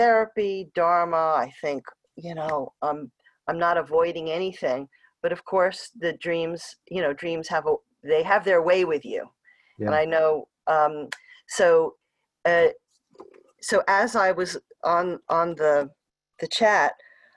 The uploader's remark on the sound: Virtual Hangout